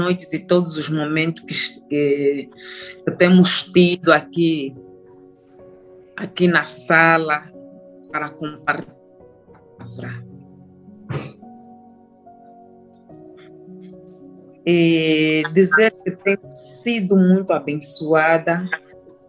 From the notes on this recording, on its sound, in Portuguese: GRAVADO VIA ZOOM